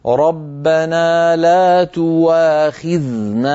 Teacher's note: ورش رحمه الله يبدل الهمزة واوا في كلمة تؤاخذنا فرواها لنا تواخذنا